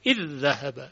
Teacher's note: دو تا ذال ادغام میشود · Term: ادغام متماثل